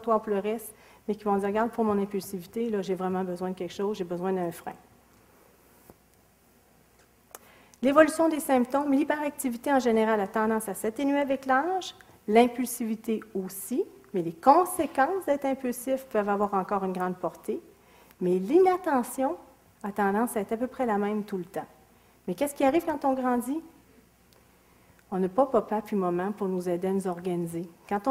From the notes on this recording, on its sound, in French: Extrait de la conférence. Au cégep de Sainte-Foy.